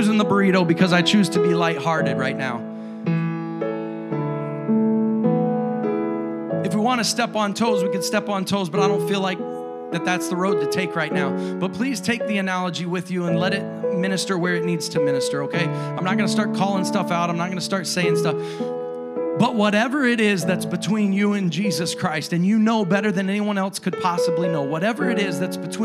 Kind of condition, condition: setting, large echoing room